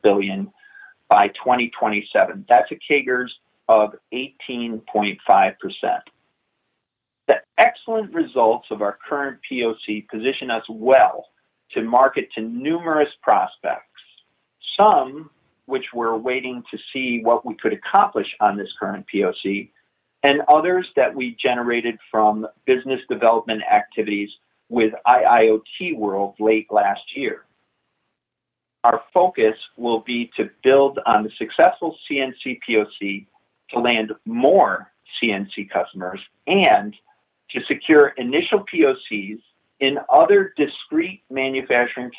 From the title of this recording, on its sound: Investor Conference Call